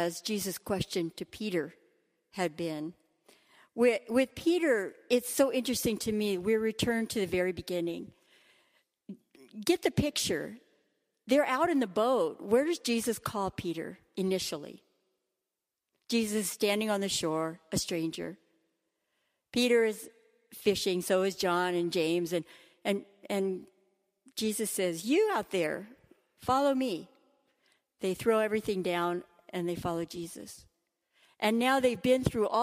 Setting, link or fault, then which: setting, large echoing room